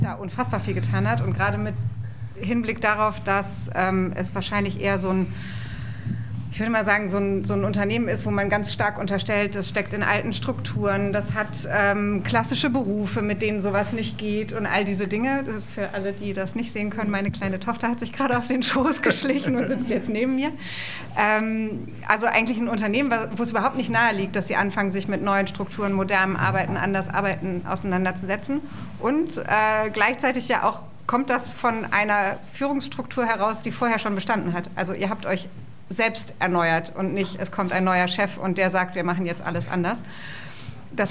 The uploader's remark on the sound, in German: Special insofern, weil diese Folge eine Live-Aufnahme war. Wir sind vor einigen Wochen in neue Büroräume gezogen und haben unsere Einweihungsfeier genutzt, um einen kleinen Live-Podcast zu machen.